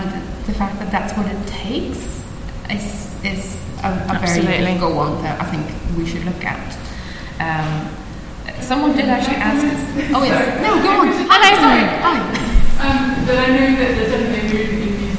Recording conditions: live audience